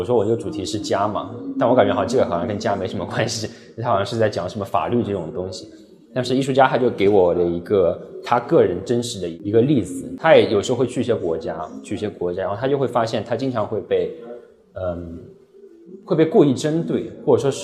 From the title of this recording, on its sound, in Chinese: 艺术家群展「迷雾幻屿 Foggy Island」现场导览